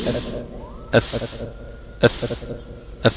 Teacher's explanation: أطراف الثنايا العليا مع بطن الشفة السفلى · Term: الفاء